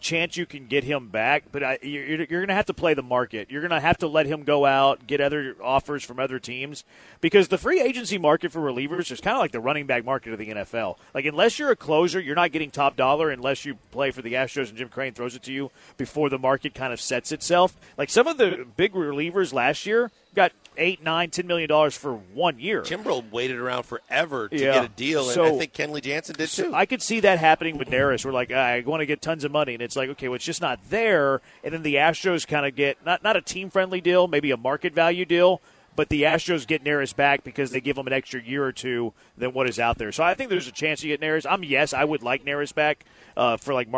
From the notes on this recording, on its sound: LIVE from The Tailgate!